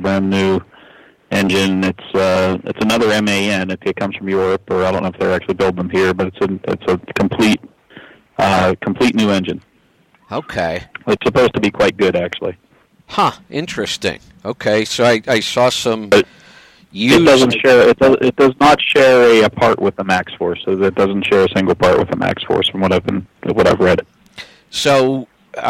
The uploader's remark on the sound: Call in Question and Answer Show